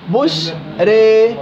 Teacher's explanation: حركة ممالة، لا هي كسرة خالصة ولا هي فتحة خالصة · Term: الحركة الممالة